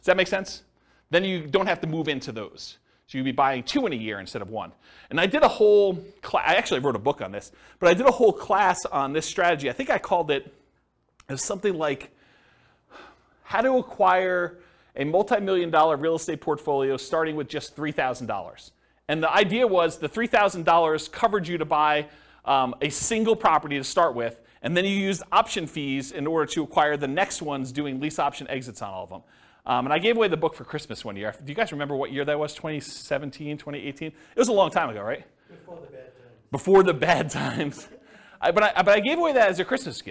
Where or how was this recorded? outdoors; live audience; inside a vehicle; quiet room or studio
live audience